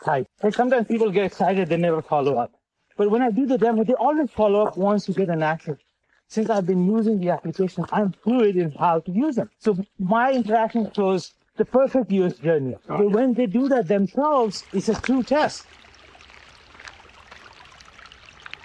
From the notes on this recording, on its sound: While hiking in the beautiful foothills of Palo Alto.